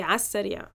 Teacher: in spoken Egyptian Arabic we mostly just merge it. So we say على السريع، omitting the lam and the alif of على.